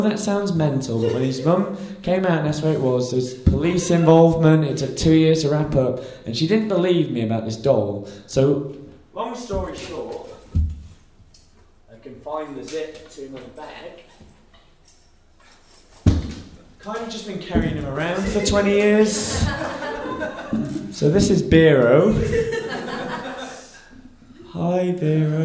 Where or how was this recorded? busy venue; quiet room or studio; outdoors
busy venue